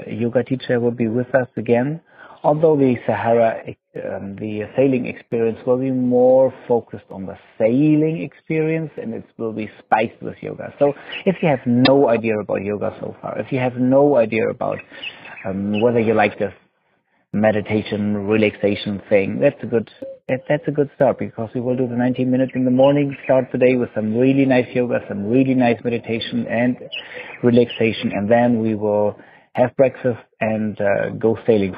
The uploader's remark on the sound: Sitting on a rooftop in Marrakesh I recorded this episode